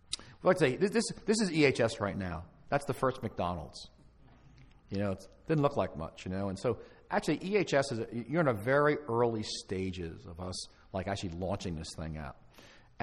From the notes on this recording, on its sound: Live from the Reignite Conference in Toronto in November 2016.